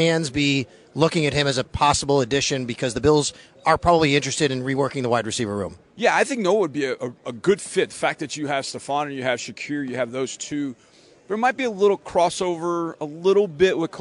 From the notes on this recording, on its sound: live from the combine